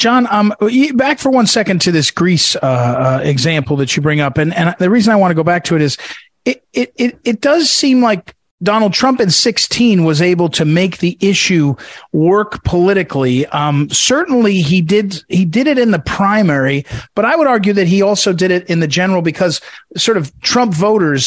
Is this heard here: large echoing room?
no